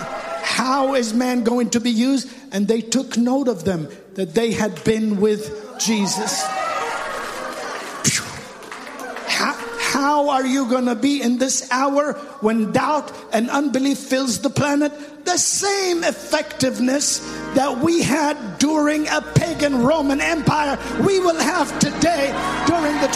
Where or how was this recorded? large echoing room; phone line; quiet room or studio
large echoing room